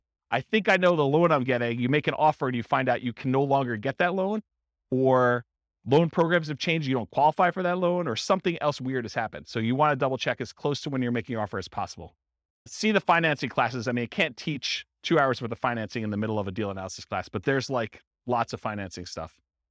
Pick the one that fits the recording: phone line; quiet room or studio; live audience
live audience